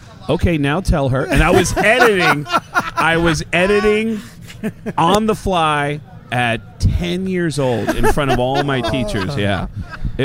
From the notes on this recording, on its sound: Recorded live at the NASHVILLE ROCK 'N' POD EXPO 2023.